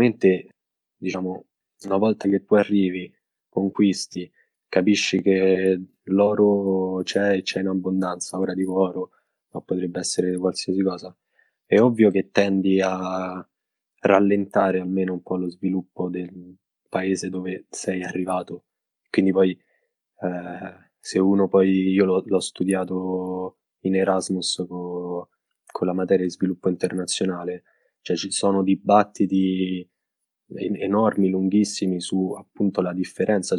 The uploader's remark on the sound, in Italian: Episodio registrato da remoto in data 25/04/2020.